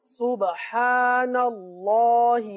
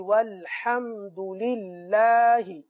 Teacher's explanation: سبحان اللہ میں جو اللہ عز و جل کا لام ہے یہ پور پڑھا جائے گا، والحمد للہ میں جو اللہ عز و جل کا لام ہے یہ باریک پڑھا جائے گا